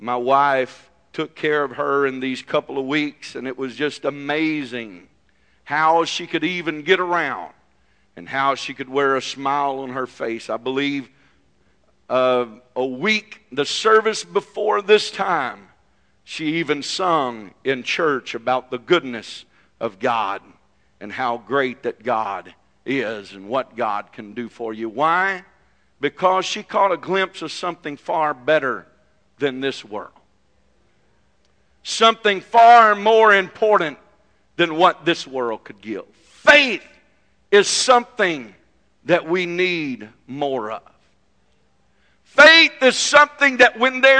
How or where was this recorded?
large echoing room